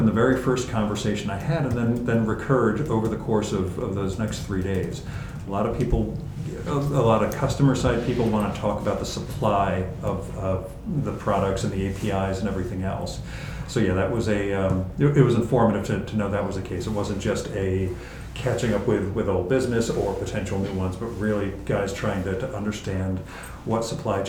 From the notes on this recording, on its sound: Equipped with only a laptop and a microphone, he hit the event space in style